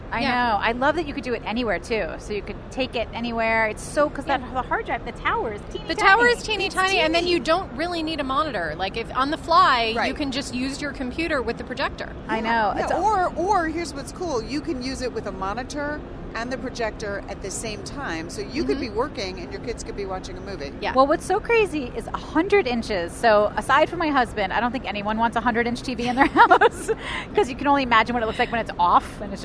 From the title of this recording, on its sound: Live from the Consumer Electronics Show!